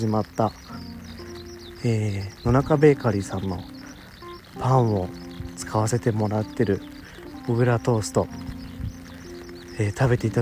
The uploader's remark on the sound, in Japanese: 雨の朝、お散歩しながら収録してます。